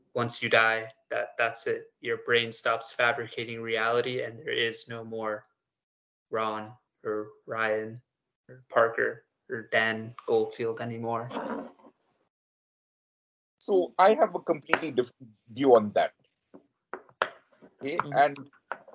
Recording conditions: video call